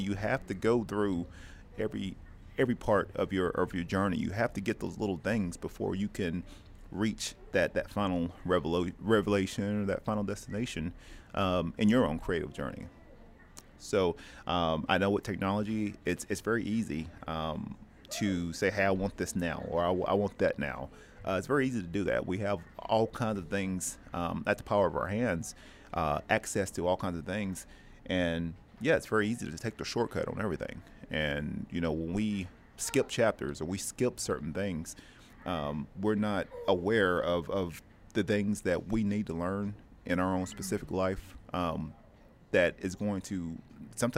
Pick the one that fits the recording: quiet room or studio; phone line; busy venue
busy venue